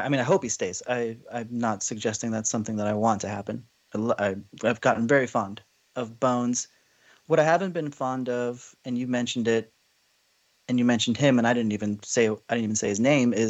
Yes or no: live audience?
no